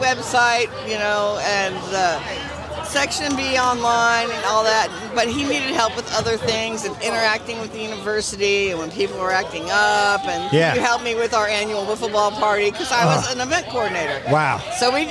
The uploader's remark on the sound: Metro Deli 20th Anniversary Party recorded live. The NFLSN records live from the Metro Deli in Tallahassee as they celebrate 20 years in business.